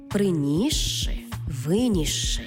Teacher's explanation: С плюс ши утворюється подовжений звук ши.